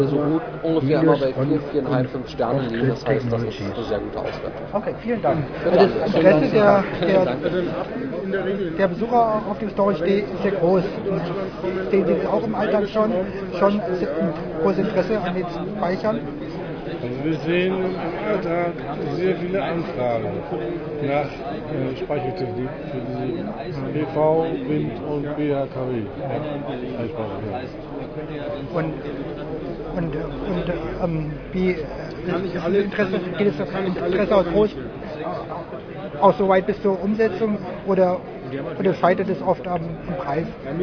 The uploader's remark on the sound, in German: StorageDay in Berlin einige Stimmen vom Veranstalter und von den Referenten aufgenommen.